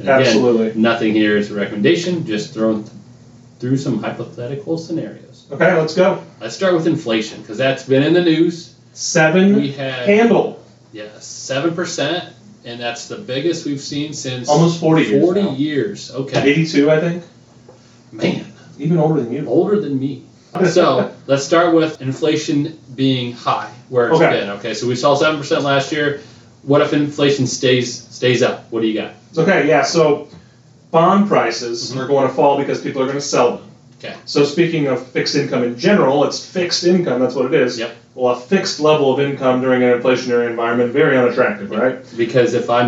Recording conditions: poor sound quality